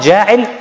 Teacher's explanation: If you find ja'il, you have to pronounce the mad tabi'i.